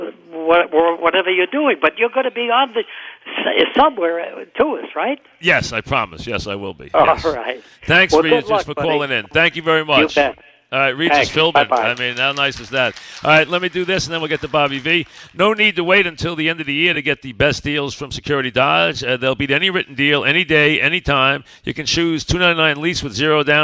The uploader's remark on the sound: Live at the Paley Center. Live on set.